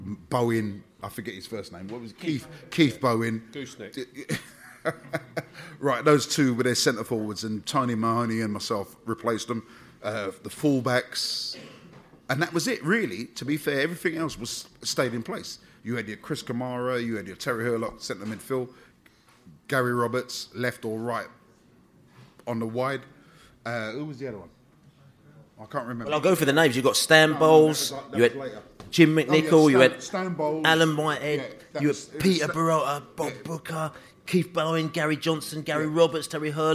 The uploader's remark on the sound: They had the audience in stitches - cracking joke after joke. At the fabulous Drayton Court Hotel in Ealing to see the season off in style at their end of season Pride of West London Bees-Up.